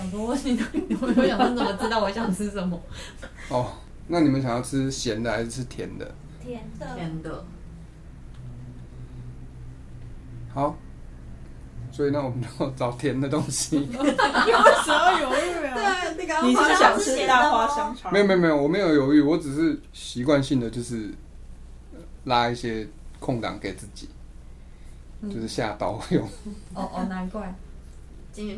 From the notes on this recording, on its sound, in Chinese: 結果收音檔案壞掉啦！